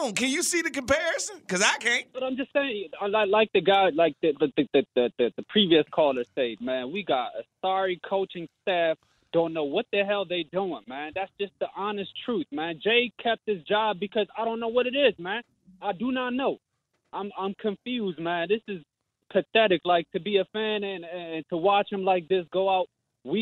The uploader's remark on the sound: fans call in to discuss as well